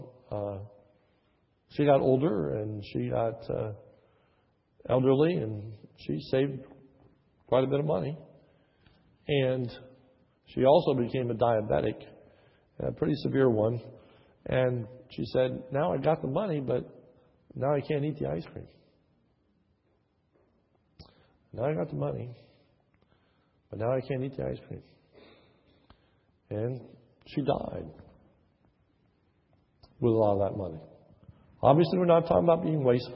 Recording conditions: large echoing room